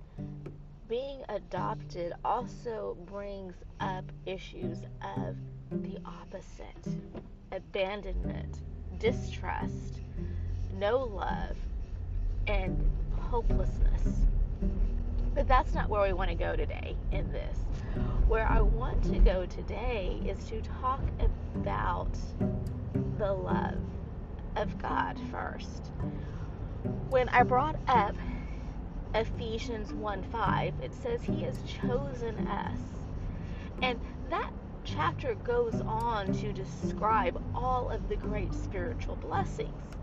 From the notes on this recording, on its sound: it is recorded on a drive so it has a little bit of an extra flair to it